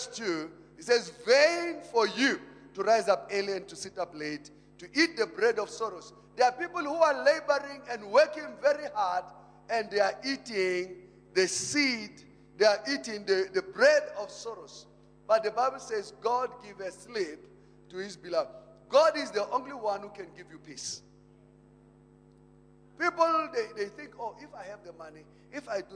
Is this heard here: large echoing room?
yes